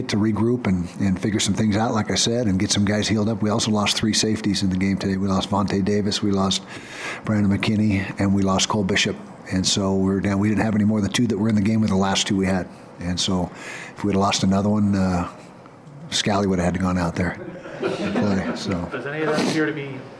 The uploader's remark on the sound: Postgame Press Conference